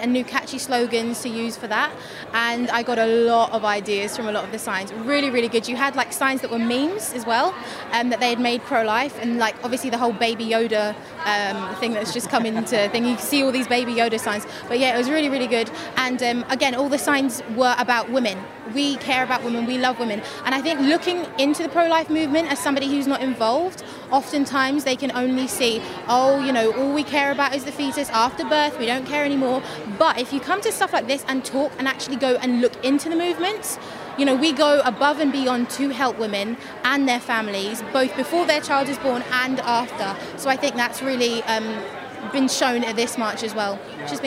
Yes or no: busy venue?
yes